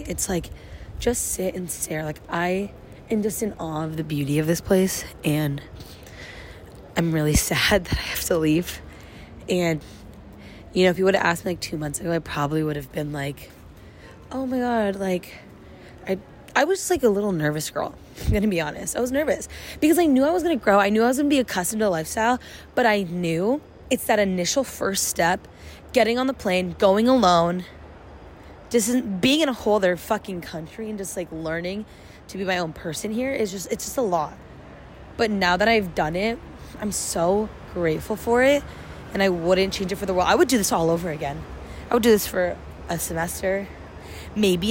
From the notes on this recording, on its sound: My last day in London. My first little walk & talk episode.